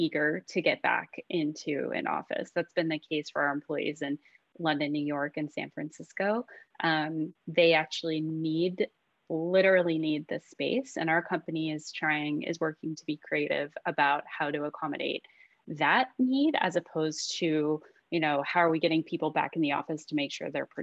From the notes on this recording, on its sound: Listen in as livingHR hosts a virtual gathering with expert panelists.